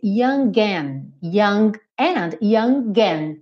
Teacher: E aqui ele fez young and, young and, young and. Ou seja, pronunciou mesmo o G, usou o G como ligação entre o young e o and